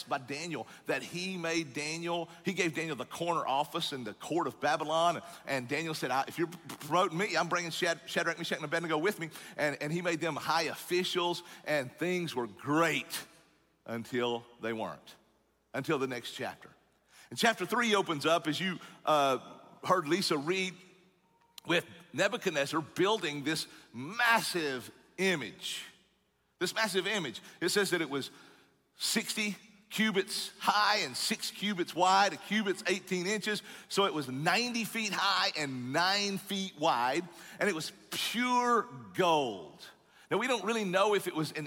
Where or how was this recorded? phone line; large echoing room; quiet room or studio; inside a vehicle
large echoing room